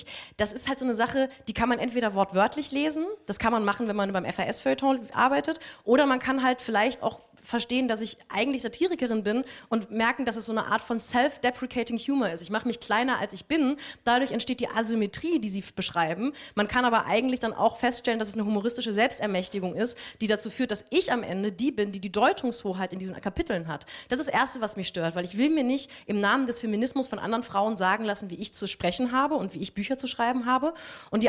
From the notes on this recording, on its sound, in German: Das Gespräch wurde im Rahmen des radioeins und Freitag Salon. In der Berliner Volksbühne aufgezeichnet.